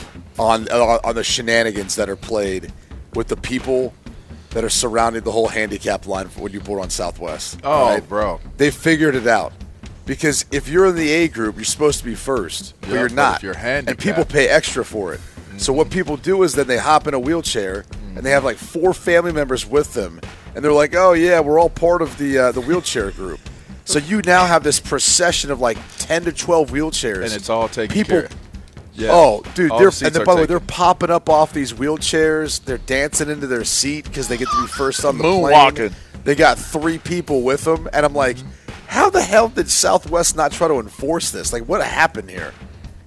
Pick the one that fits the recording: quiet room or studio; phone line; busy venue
busy venue